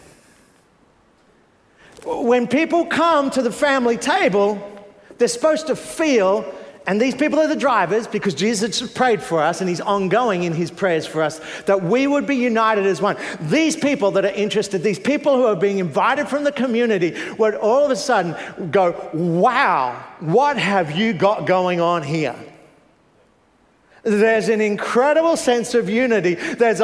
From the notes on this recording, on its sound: Preached 9am service